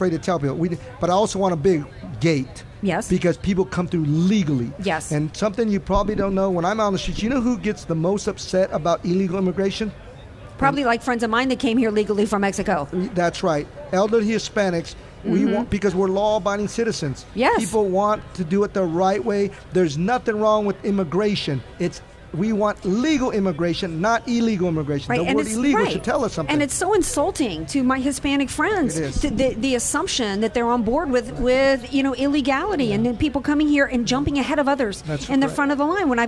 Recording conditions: outdoors